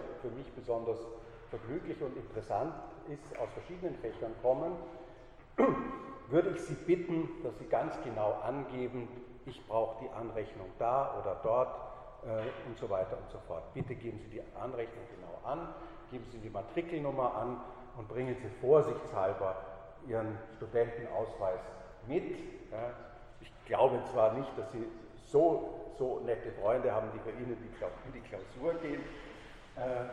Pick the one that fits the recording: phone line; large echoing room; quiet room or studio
large echoing room